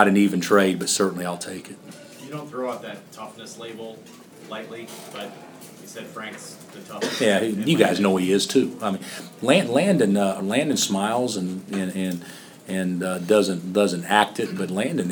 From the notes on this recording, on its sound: Press Conferences & Post-Game Interviews. Following a long Senior Night at Allen Fieldhouse.